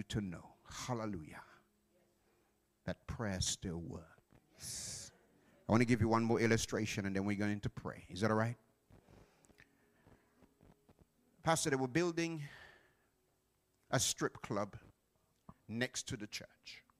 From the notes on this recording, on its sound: Live from Plumstead Community SDA Church.